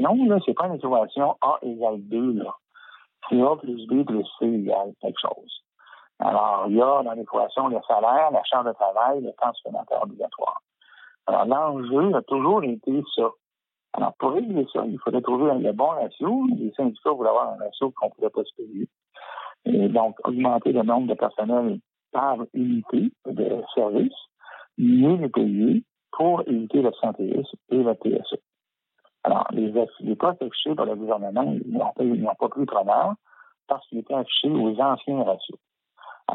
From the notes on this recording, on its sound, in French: reçoit au téléphone